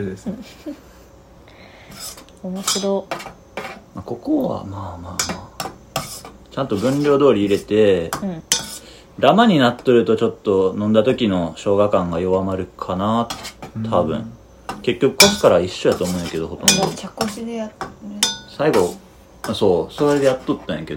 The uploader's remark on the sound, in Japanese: お鍋でグツグツ作業しながらの収録だったので、ちょっぴり（かなり）ガチャガチャした音声をお届けしちゃってます。